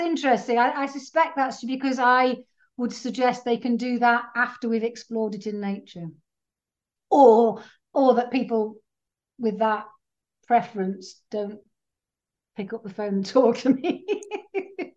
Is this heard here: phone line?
no